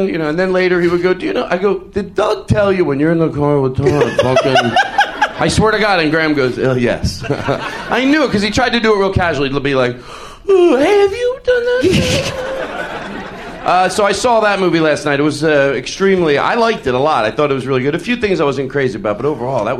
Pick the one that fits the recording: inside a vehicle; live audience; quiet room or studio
live audience